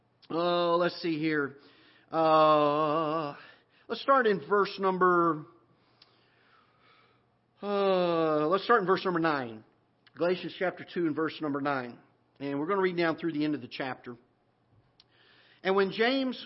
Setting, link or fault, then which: setting, large echoing room